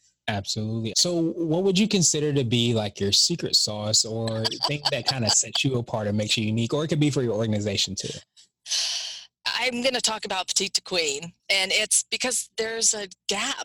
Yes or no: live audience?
no